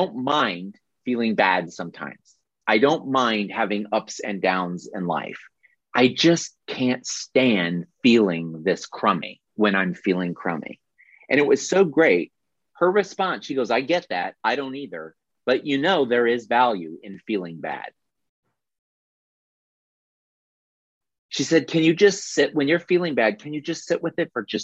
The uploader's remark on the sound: audio replay of a monthly Zoomy Zoom